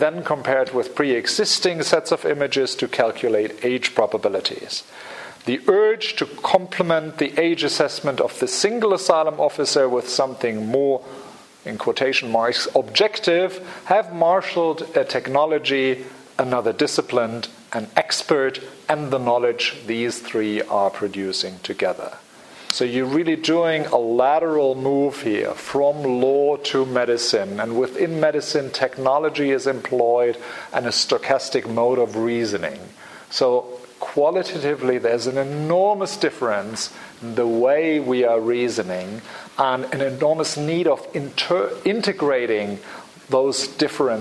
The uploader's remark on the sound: Public Seminar Series, Hilary term 2014. Recorded on 5 March 2014 at the Oxford Department of International Development, University of Oxford.